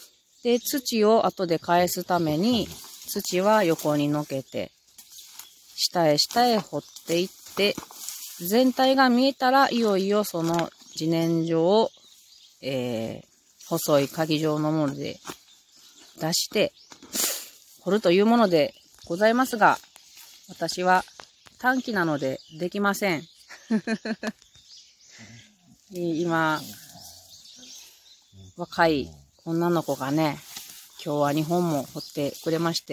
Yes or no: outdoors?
yes